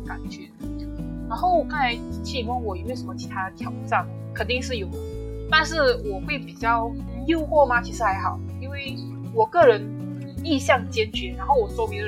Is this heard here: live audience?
no